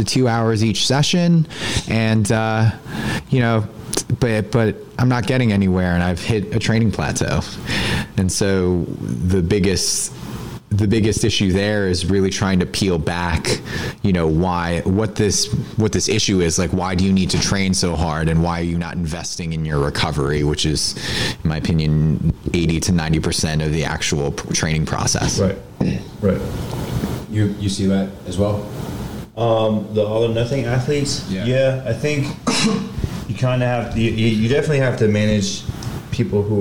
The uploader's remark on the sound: recorded at Onyx Elite's Winter Performance Camp